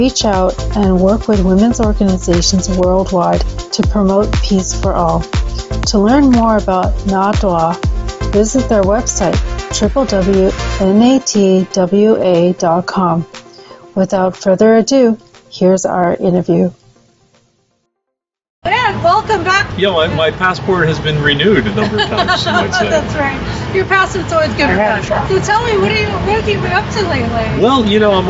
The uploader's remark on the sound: Our Interview LIVE at Passport to Taiwan. Podcasting booth at Passport to Taiwan. This is the first of several live interviews we recorded at our outdoor on-location podcasting booth. Some of the people who walked by and stopped by to say hello. We were also thrilled to meet and talk to some of our listeners who stopped by our booth.